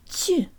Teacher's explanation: The tongue is high for the Ch, not Ch with a low tongue, but Ch with a high tongue.